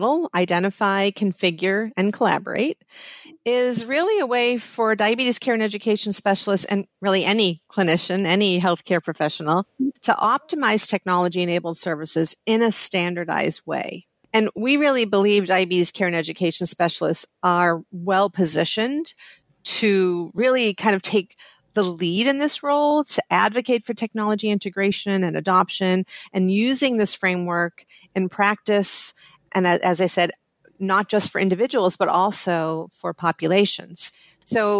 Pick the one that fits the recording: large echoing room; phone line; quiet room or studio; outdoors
quiet room or studio